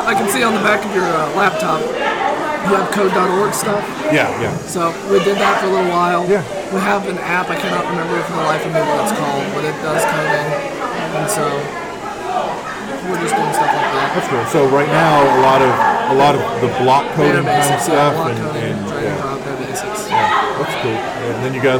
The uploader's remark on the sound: Interviews, panel and Q&A from the SAU-Magnolia ERZ Robotics Exhibition.